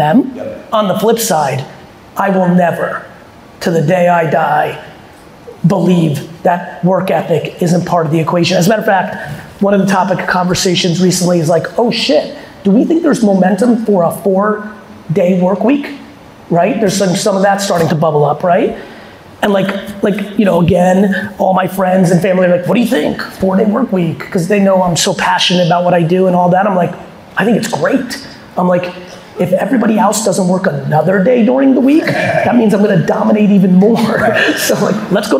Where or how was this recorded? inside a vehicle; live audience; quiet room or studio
live audience